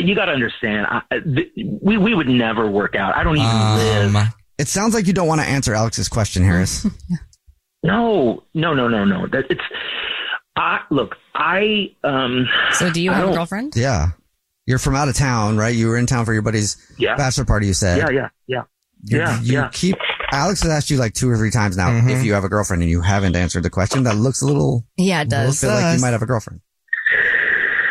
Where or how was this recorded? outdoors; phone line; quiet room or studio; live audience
phone line